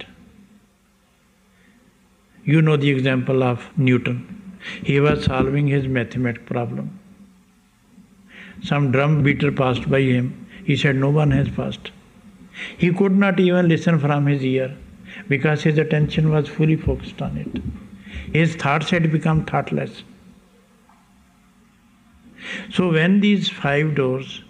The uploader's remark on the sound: Lecture from 17th July 1991 in Landshut, Germany